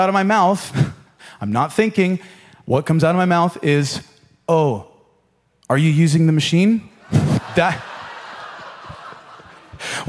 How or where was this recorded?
large echoing room